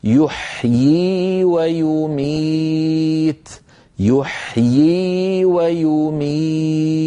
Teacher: نطقها بياءين، الياء الأولى مكسورة والياء الثانية مدية ساكنة هكذا، يحيي ويميت يحيي ويميت، هذا في الوصل.